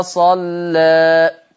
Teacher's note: لكن الملحوظة بقى، نلاحظ من لفظ صلى اجتماع لام مغلظة مع ألف مقللة قولا واحدة، لذلك يتعين ترقيق اللام مع الألف المقللة قولا واحدة ويمتنع التغليظ